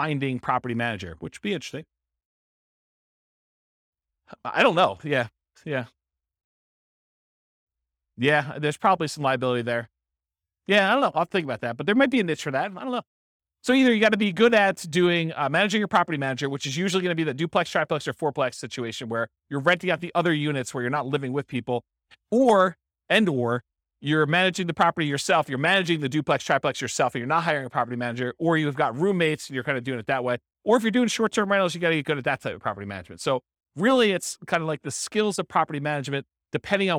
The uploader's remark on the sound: This was a live class recorded